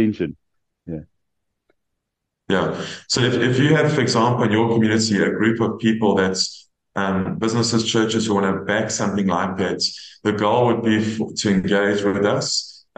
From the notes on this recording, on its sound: The Transformation Table Zoom Meeting 2 Nov 2023